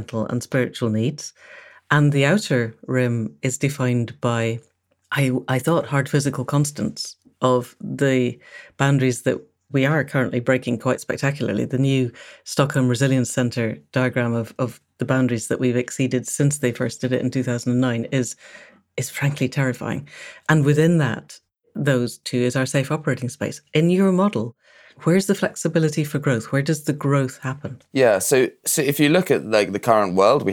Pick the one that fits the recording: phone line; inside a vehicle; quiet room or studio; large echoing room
quiet room or studio